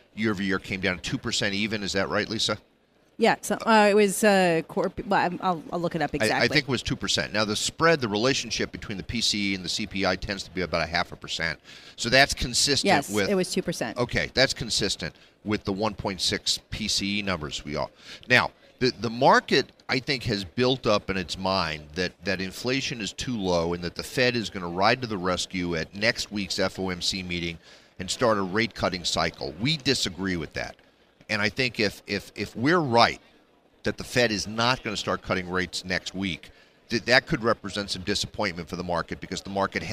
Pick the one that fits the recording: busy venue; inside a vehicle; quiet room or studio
busy venue